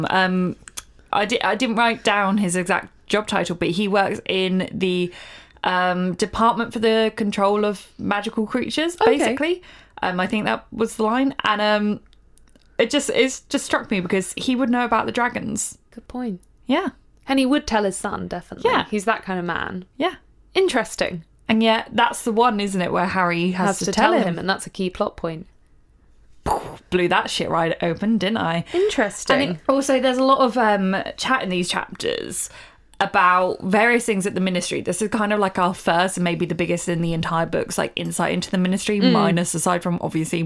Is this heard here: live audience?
no